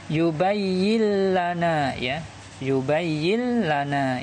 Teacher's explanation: jadi nun dianggap tidak ada kemudian langsung masuk ke huruf lam ya · Term: idgham bila guna